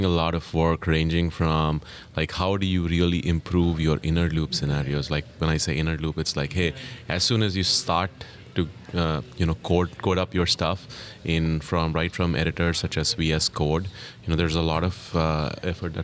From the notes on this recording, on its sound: recorded at Node Interactive 2016